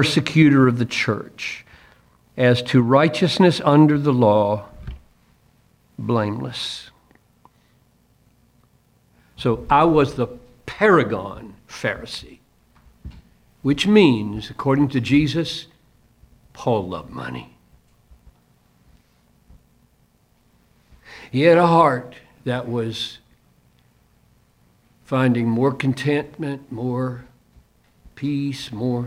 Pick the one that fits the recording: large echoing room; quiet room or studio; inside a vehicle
large echoing room